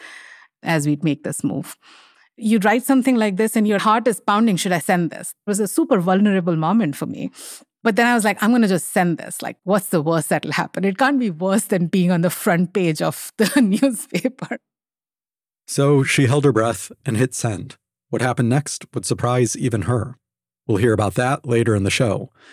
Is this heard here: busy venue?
no